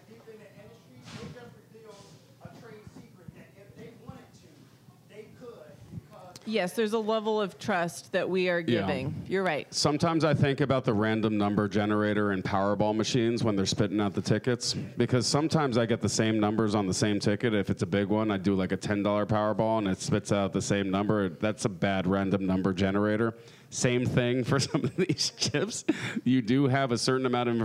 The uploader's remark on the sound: Live from Pubkey NYC!